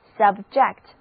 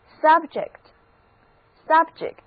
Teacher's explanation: 重音在第二个音节，字母 U 读作啊，就是这个形状的啊，而字母 E 读作 a · Shown in: first take